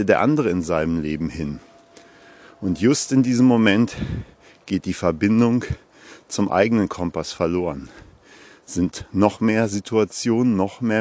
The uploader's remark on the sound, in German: Achtung: live im Wald gesprochen- kann Spuren von echter Waldenergie enthalten.